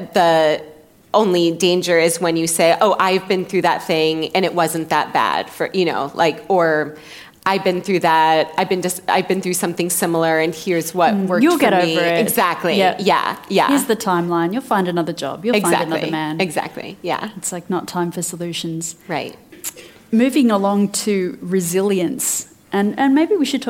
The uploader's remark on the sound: recorded live for our sister company, The School of Life